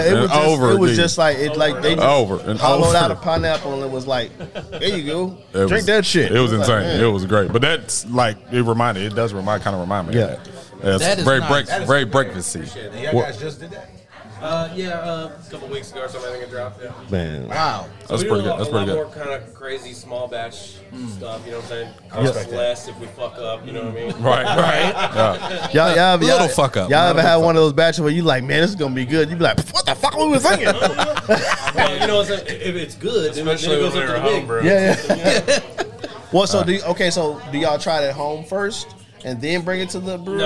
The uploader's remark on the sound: On today's show, we live at Panther Creek Brew's.